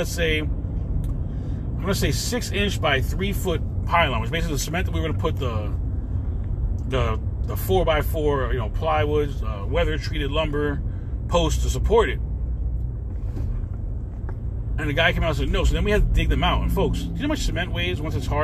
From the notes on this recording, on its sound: In this CarCast